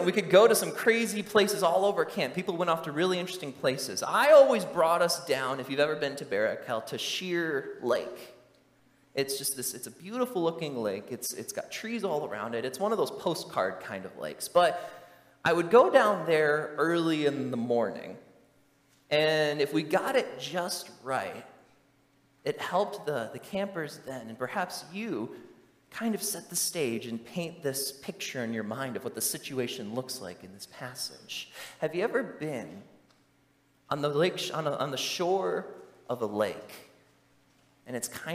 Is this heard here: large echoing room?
yes